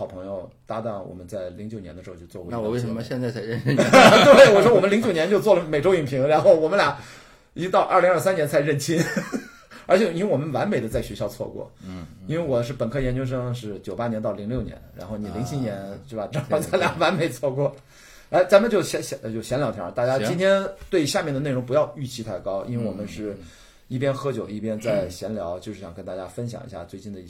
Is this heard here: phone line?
no